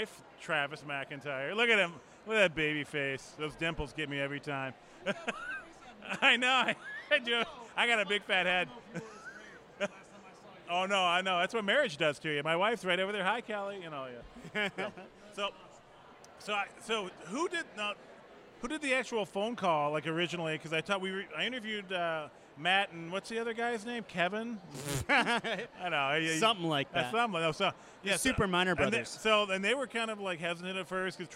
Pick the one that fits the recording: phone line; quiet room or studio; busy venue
busy venue